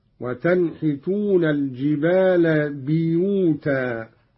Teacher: قرأ قالون بكسر الباء، هكذا: وتنحتون الجبال بيوتا، وهي لغة.